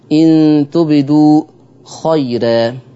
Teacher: عندنا ترقيق الراء لورش خيرا مع النقل طبعا